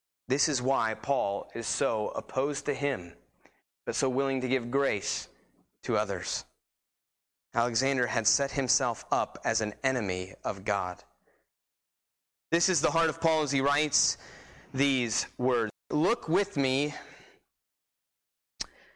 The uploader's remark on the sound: Sermon preached on 12-1-19 at Christian Fellowship Church